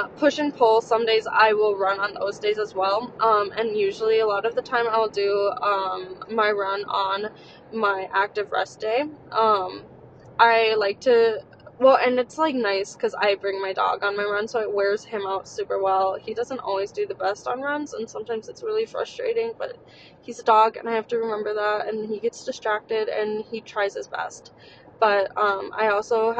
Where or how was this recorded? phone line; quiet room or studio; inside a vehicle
inside a vehicle